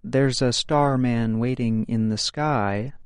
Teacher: English speakers will often say the words, there's a, quickly, and then emphasize the word directly following, usually the subject of the sentence. The indefinite article, a, is sending a message that the subject will have new information.